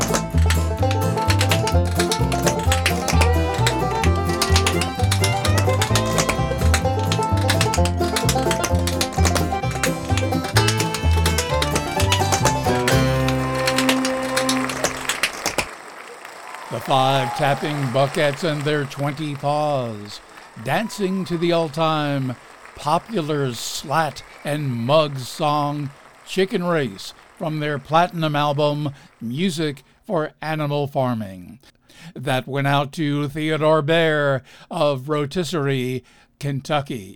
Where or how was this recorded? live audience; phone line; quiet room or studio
live audience